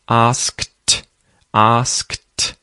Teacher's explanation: at the end of the word asked, you'll hear that the D sound is more like a T sound